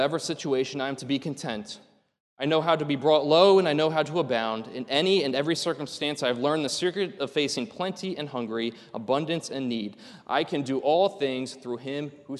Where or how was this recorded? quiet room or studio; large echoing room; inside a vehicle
large echoing room